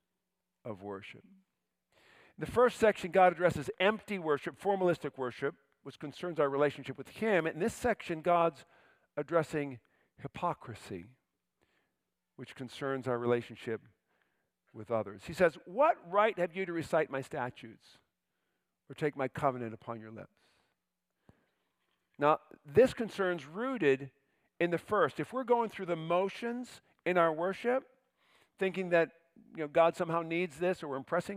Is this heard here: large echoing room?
yes